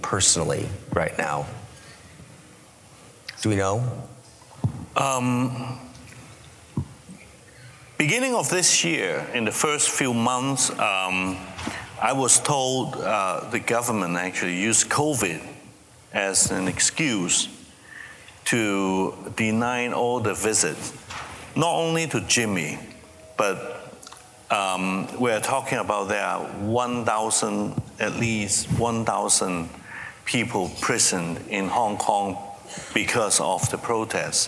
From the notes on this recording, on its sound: For this episode, we’re presenting the final evening plenary from Acton University 2022. This plenary was a panel discussion.